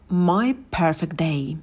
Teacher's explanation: звук «т» конечный не звучит, потому что вокруг много согласных, и этот звук просто вылетает.